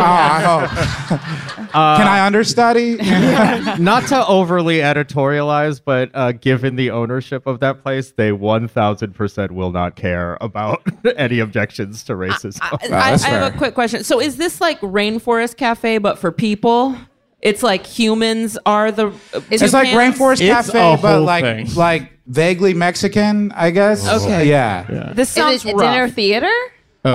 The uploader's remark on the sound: Live from SF Sketchfest. Live from San Francisco Sketchfest!